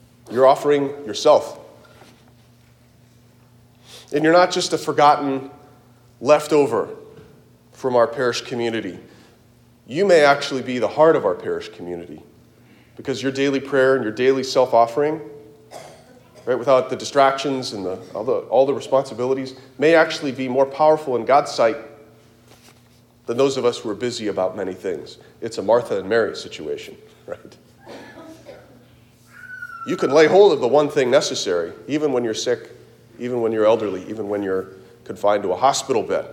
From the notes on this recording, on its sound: Delivered at Christ the King Church, Kansas City, KS